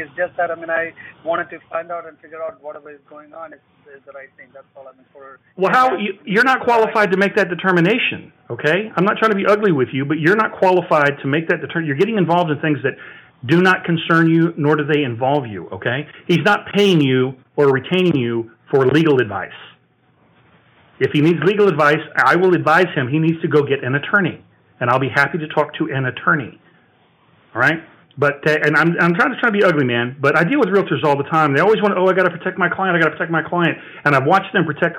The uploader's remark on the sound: Live Call